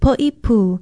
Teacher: It's Poipu, spelled P-O-Okina-I-P-U, and there's a stress on the last vowel